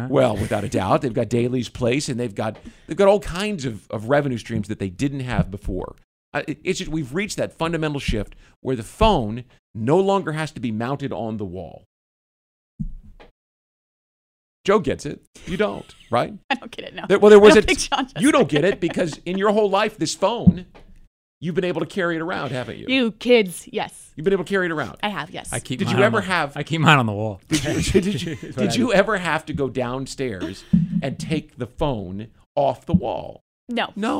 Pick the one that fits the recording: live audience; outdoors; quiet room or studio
quiet room or studio